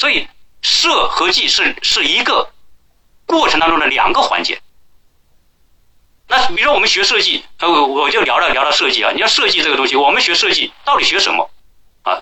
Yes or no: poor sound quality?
yes